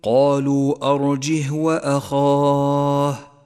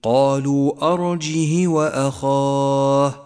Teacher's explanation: فالهاء ساكنة وليست مكسورة · Shown in: first take · فقل: قالوا أرجه وأخاه، ولا تقل: قالوا أرجه وأخاه، فهو خطأ شائع.